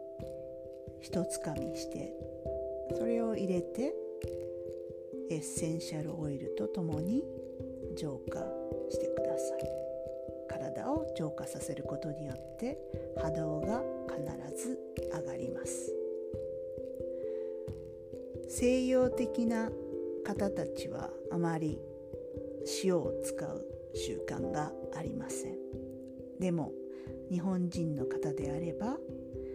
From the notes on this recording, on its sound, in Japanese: 声の調子があまり良くないので、声が小さいので、聞き苦しいかも知れませんが。